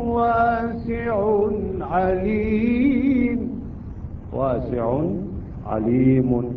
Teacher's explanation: إذا نقف على عليم نستطيع أن نمد أكثر باعتبار بعدين يأتينا مد عارض السكون. ولكن إذا نريد أن نوصل والله والله واسع عليم ونوصل بالآية الأخرى العليم يصبح المد مالها مد طبيعي صار حركتين انتهينا.